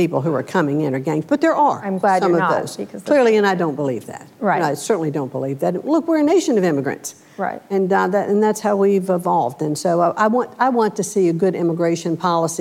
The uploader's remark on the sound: Live at Code 2018